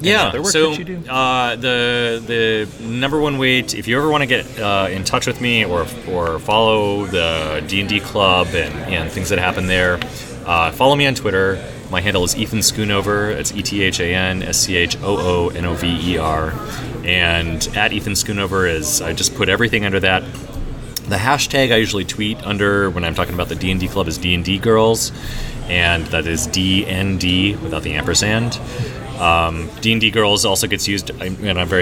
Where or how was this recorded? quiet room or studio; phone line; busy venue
busy venue